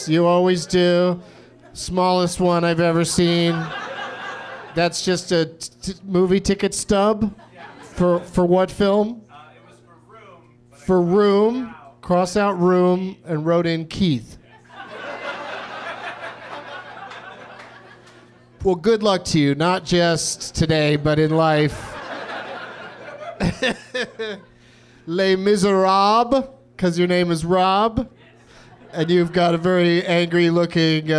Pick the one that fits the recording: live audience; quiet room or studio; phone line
live audience